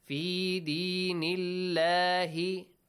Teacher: the letter lam in the word Allah is pronounced lightly, right? With an A sound.